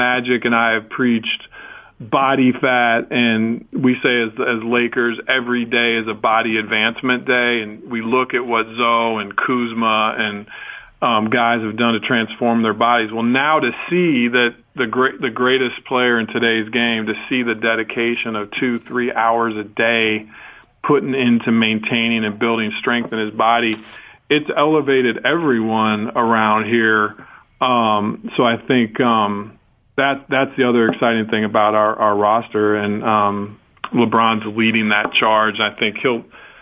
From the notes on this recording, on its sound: Called in after his Media Day Presser.